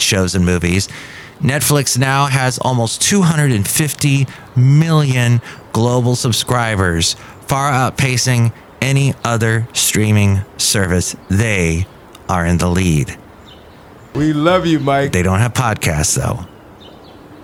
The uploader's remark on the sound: podcasts live from Café Anyway